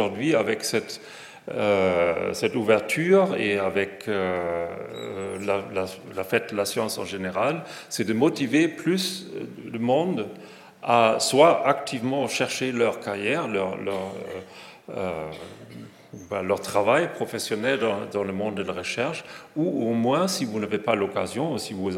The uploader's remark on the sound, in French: Conférence fête de la science 2022